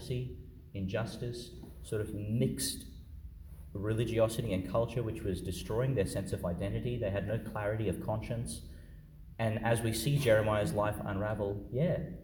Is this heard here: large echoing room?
yes